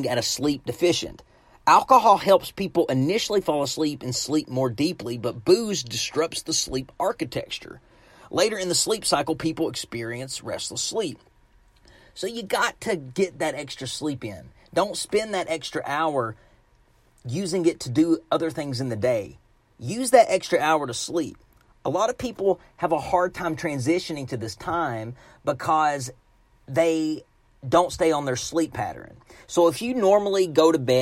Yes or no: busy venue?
no